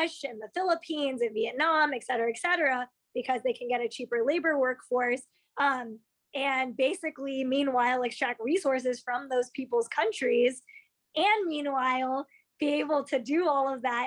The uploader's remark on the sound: After a trailblazing day, she hopped online to record our conversation.